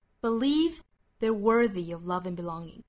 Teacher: they are 缩约成 their 也是弱读的 worthy of love andbelonging。我们注意 worthy 这个词哈，它 th 发的是浊辅音，不是发 worthy，应该是 worthy。一定要注意区分那个 worth 那个单词，那个是读成 worth 那个单词的尾部是清辅音，但是这里面它是浊音 worthy。其他部分呢跟我们刚才英英讲到的是一样的，也是要尤其注意重读的点。这句话重读一个是在 believe，一个是在 worthy